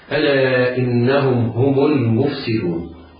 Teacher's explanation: الميم ميم ساكنة لقيت ساكنة فتضم من غير مد على الإطلاق للتخلص من الساكنين